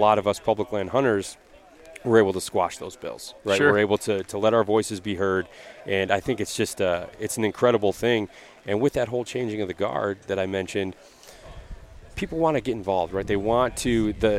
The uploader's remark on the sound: Live from the TOTAL ARCHERY CHALLENGE in Crystal Mountain Michigan.